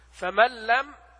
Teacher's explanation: يعني ذهب الحرف وصفته، يعني لم يعد للحرف وجود. فمن لم، عندنا بعد الميم لام، ليس هناك نون خلاص في النطق، يعني في النطق لم يعد هناك نون · Term: الإدغام الكامل